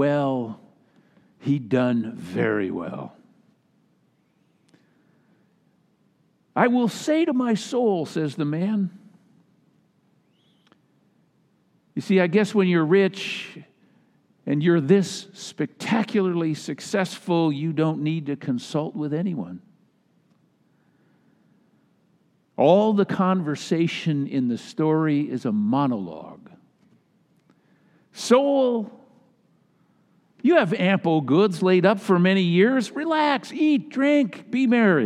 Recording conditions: large echoing room